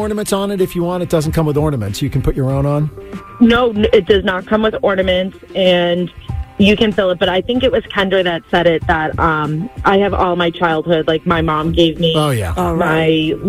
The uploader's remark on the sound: The MAGIC listeners called